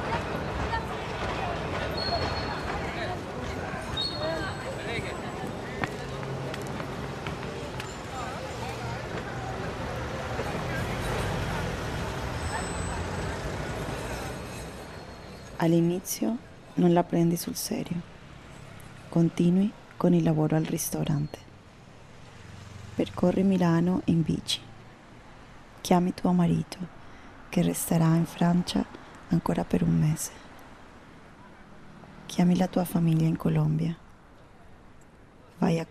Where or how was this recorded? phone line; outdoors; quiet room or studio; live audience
outdoors